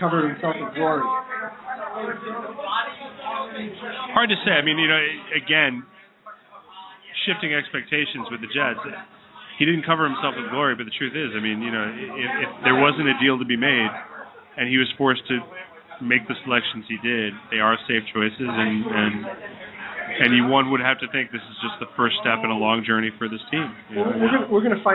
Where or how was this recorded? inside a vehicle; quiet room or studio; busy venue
busy venue